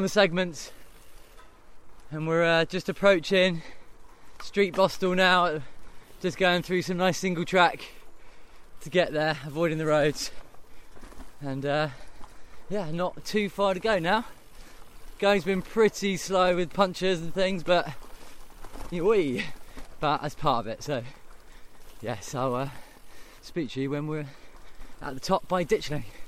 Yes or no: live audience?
no